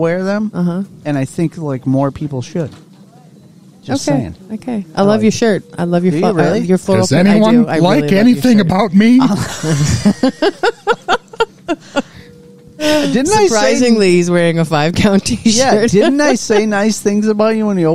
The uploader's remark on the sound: This installment of The Five Count was broadcast live from the waiting room at the doctor’s office!